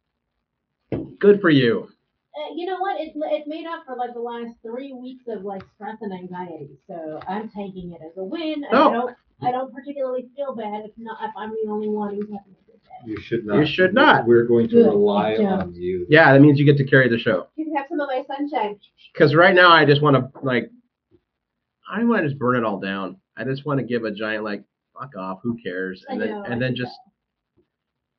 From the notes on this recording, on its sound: PS - Sorry about the audio.